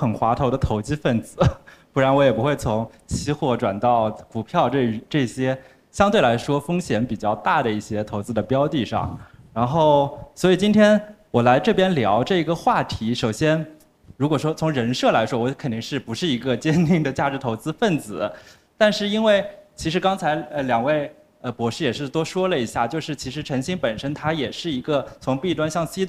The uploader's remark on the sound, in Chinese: 我们特地在一月组织了一场线下播客沙龙活动。让我们一起来回顾一下嘉宾在活动中的精彩分享吧。